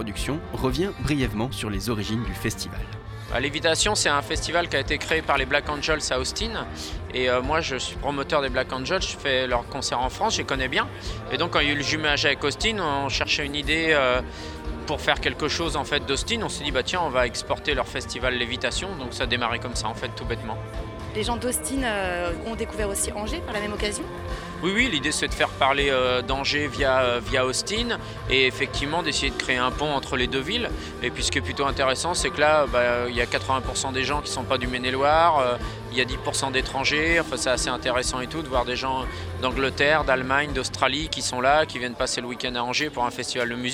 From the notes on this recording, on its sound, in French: FESTIVAL LEVITATION | RC ANGERS. Immersion dans le festival LEVITATION via des ambiances concerts et micro-trotttoirs. Radio Campus Angers.